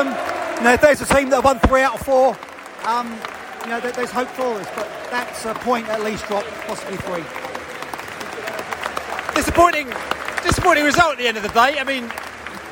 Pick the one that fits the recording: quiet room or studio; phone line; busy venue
busy venue